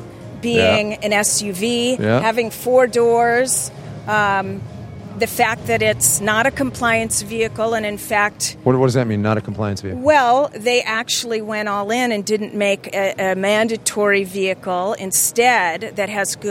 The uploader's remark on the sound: She talked with us from the show floor.